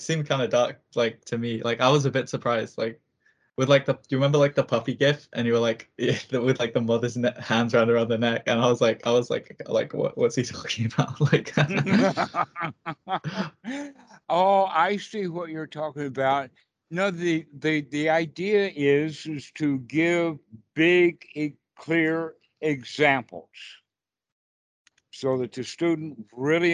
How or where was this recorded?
video call